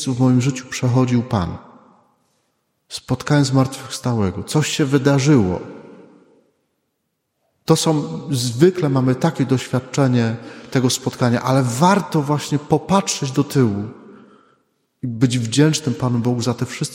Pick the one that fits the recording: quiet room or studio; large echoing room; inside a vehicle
large echoing room